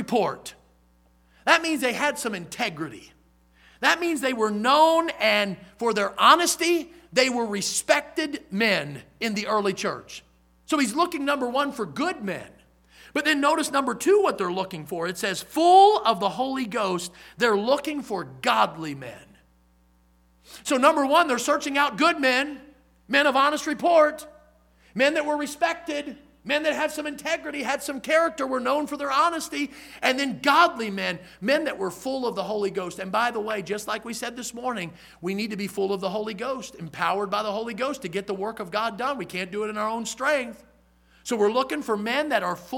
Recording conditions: large echoing room